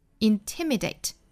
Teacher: 我们注意它的重读呢落在第二个音节